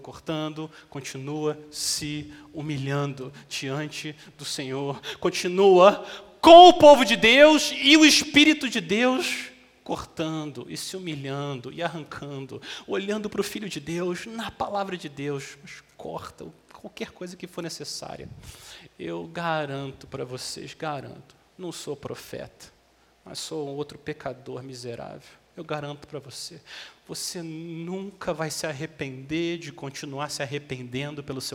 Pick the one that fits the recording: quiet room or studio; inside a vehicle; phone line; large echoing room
large echoing room